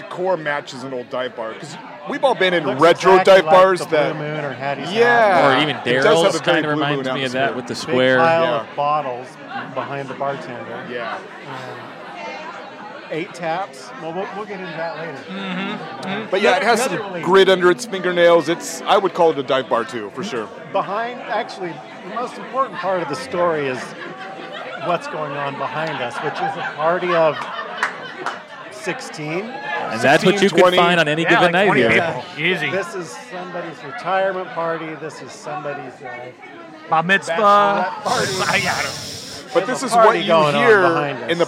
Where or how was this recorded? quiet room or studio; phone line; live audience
live audience